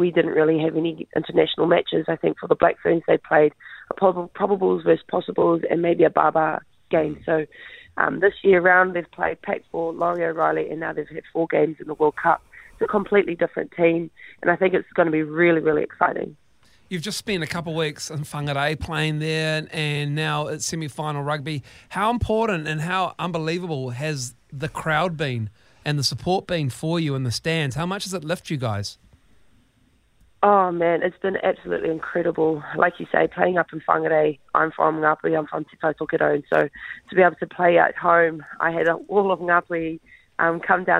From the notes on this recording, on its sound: Is on the phone.